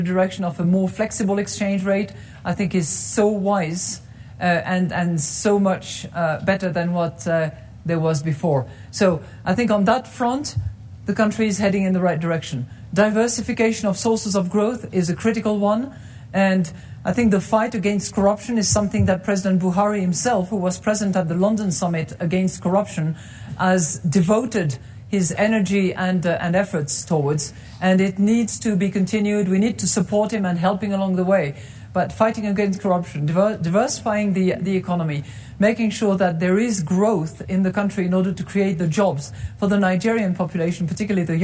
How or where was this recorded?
live audience